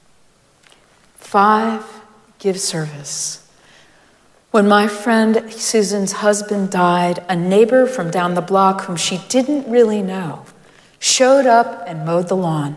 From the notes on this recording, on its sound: Recorded live at Arlington Street Church